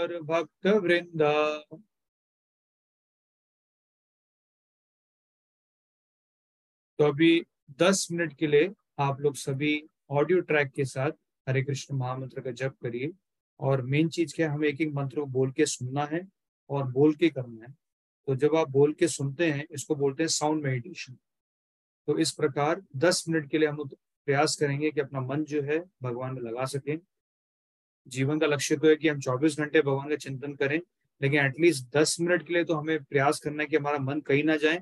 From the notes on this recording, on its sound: Zoom recorded session